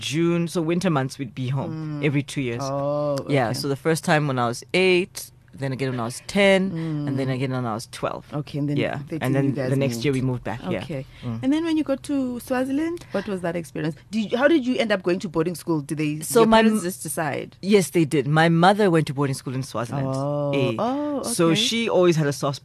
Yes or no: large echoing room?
no